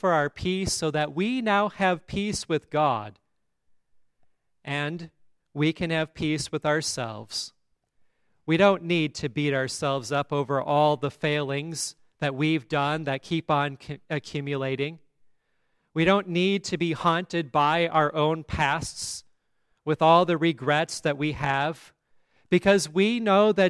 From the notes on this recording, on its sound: at Grace Lutheran Church, Lexington, MO